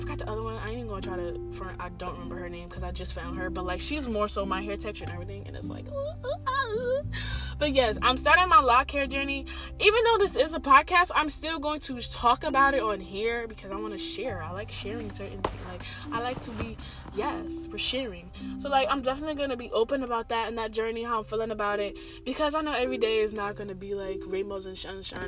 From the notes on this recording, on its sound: Apologies for the noises I was driving but felt so inspired to record I didn’t want the words to elude me. About half way through it stops.